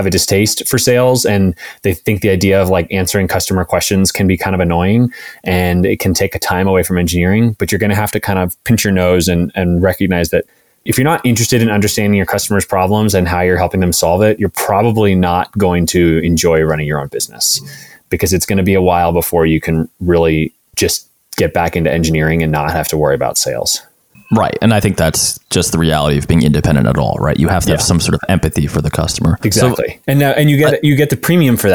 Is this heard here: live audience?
no